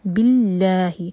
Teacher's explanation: اور کیونکہ اللہ تعالیٰ کے نام سے پہلے جو ورڈ ہے وہ کسرہ سے اینڈ ہو رہا ہے، یہاں پر ہے بی، تو لام جلالہ جو ہے وہ لائٹ پڑھا جائے گا